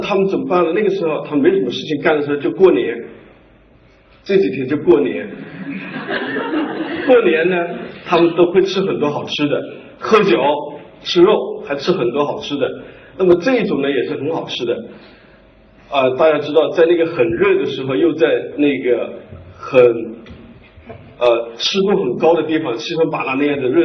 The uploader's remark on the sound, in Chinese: 一席现场分享